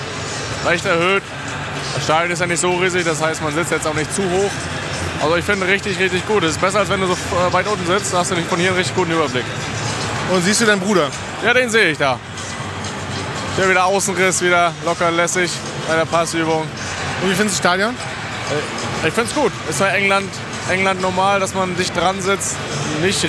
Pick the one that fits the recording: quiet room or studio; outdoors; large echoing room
outdoors